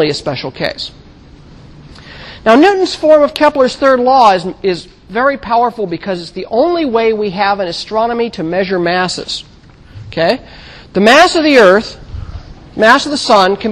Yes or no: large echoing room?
yes